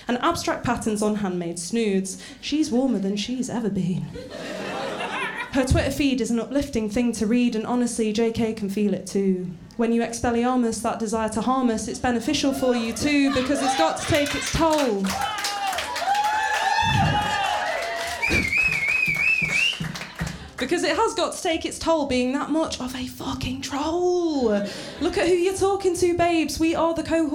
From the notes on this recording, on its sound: It is a recording of a live poetry event in Brighton. Queer The Mic is a glittery community stage for queer & trans poeming. The sound recording of Queer The Mic is by Blue Dot Studios.